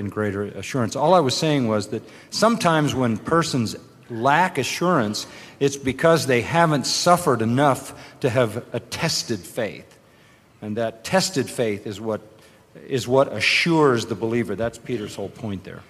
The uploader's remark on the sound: This Q&A session is from a conference in 2010 called “ Christless Christianity: 2010 West Coast Conference.”